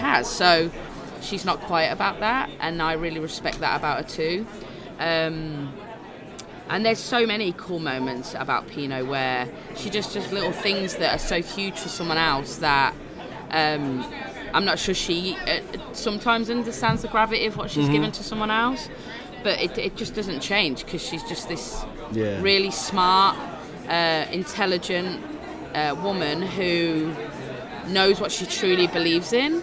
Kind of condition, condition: setting, busy venue